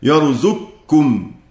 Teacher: يعني يقرأ هكذا: يرزقكم إدغاما محضا، إدغام للقاف في الكاف إدغاما محضا